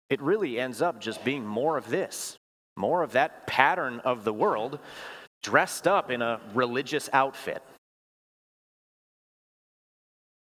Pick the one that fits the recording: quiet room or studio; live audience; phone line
live audience